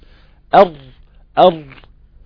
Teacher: نعم، قلت لك لو انت قفلت او احكمت عدم تكرير حرف الراء بالكلية، انك انت وقفت لسانك وثبت لسانك خالص وانت بتنطق حرف الراء، ده هيؤدي الى حصر الصوت، الصوت هيحصل له حالة انحصار بين رأس اللسان واللثة